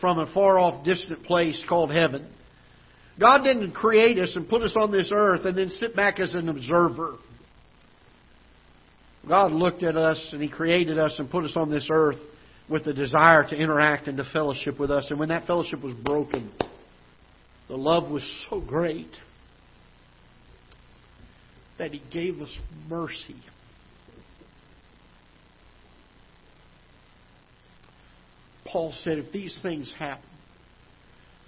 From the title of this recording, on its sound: Ketha Heights Baptist Church ~ Live Broadcast